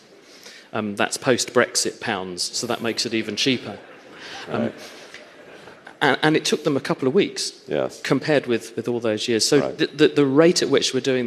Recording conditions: live audience